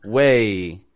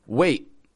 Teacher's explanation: she made the position of the T and stopped the air very quickly · Shown in: second take · Term: final stop